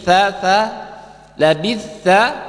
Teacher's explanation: kalau dibaca labista dengan tha, ujung lidah nempel di ujung gigi